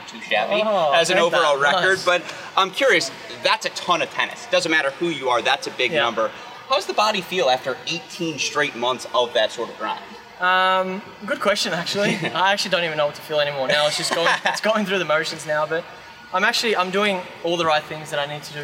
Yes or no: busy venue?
yes